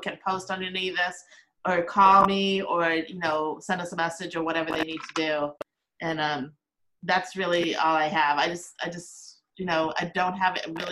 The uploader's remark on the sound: This is a zoom chat